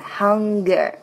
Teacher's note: g 这个浊辅音一定要发出来